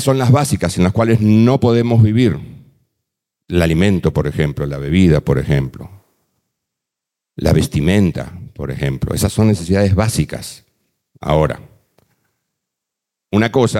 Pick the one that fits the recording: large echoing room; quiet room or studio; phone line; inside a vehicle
large echoing room